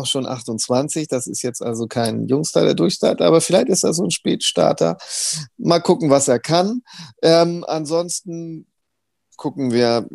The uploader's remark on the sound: via Zoom